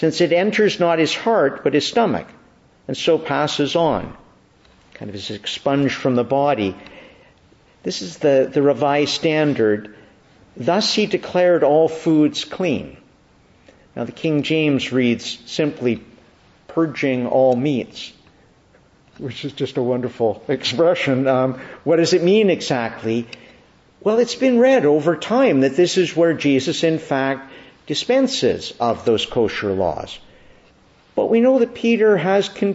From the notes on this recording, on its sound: Evening Service. Preached in the Annunciation of the Blessed Virgin Mary, Ottawa, at Evening Prayer.